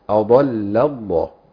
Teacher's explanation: لام مرققة أضل وبعد كده لام مشددة لام اسم الجلالة المفخمة